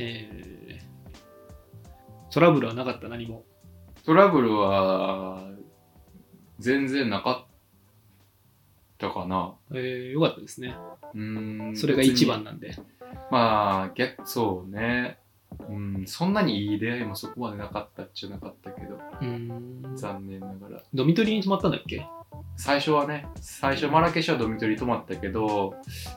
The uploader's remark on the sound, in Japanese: 今回機材トラブルで音質が悪く聴きにくいですごめんなさい！